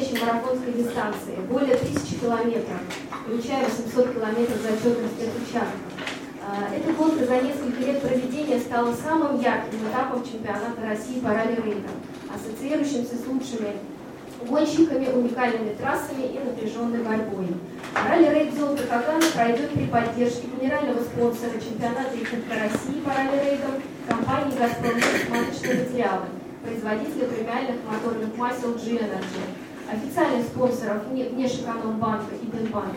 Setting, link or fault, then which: setting, busy venue